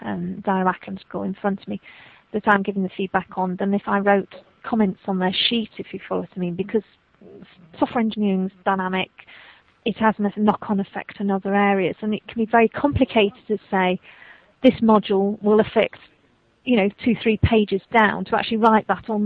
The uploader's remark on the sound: This interview was conducted during a Skype phone conversation.